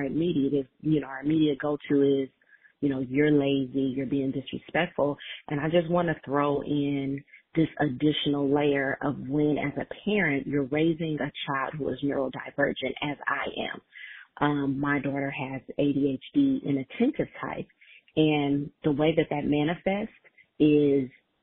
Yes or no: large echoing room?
no